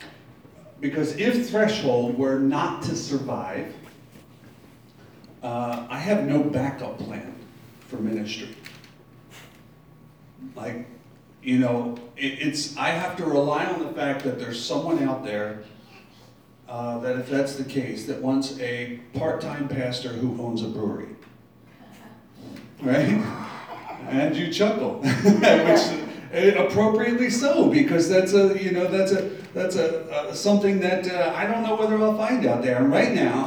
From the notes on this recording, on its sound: Live from Black Cloister Brewing Company.